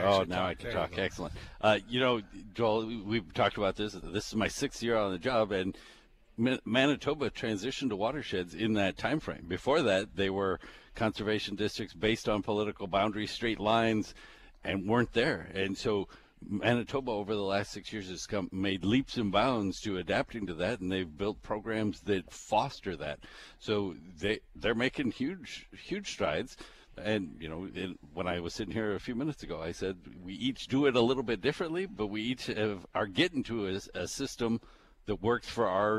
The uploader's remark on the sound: Broadcasting live from the 41st Annual Red River Basin Land & Water International Summit Conference with the Red River Basin Commission.